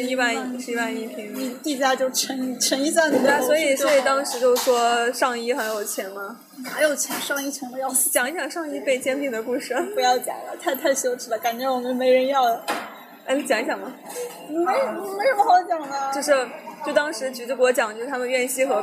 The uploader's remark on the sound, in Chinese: 在外滩谈复旦（多背景噪音）。所以这起节目就顺势在外滩的一家咖啡馆里面录音啦。